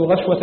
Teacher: غشوة بفتح الغين وإسكان الشين من غير ألف